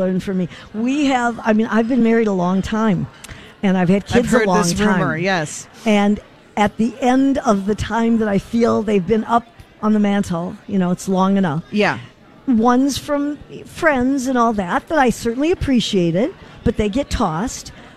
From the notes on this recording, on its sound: Broadcasting Live at The General Store in Minnetonka